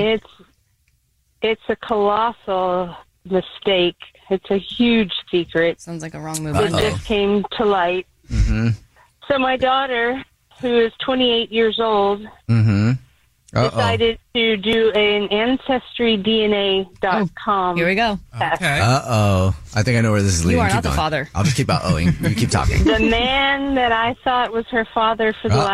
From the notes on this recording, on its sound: The woman on the phone